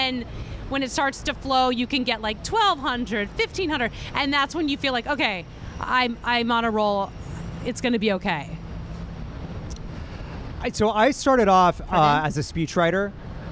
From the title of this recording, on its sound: LIVE from Bryant Park